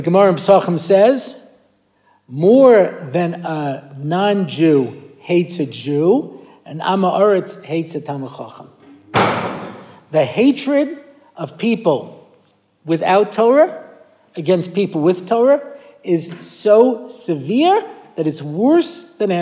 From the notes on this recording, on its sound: recorded at the Motzei Shabbos Har Nof shiur